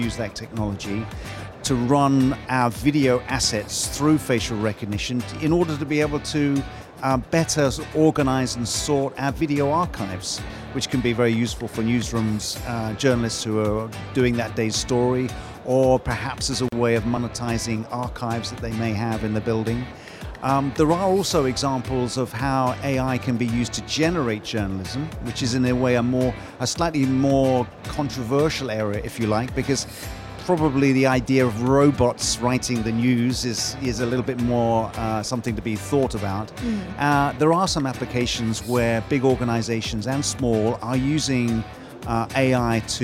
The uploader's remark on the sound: Live from Global Media Congress